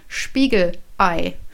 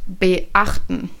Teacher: Es ist eine kurze Pause dazwischen, das nennt sich Glottisschlag.